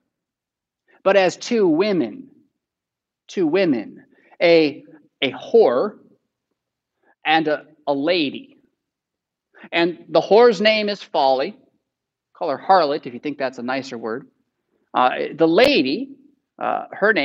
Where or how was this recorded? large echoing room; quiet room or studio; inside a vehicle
large echoing room